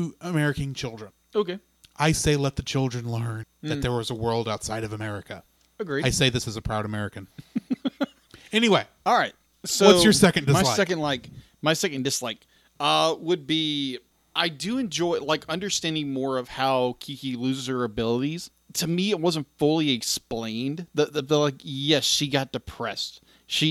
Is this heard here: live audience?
no